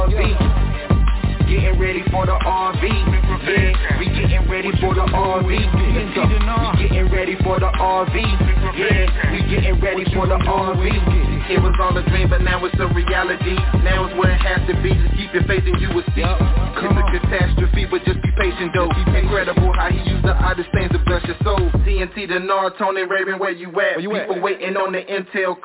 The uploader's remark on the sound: TNTSuperfantastic Conference Call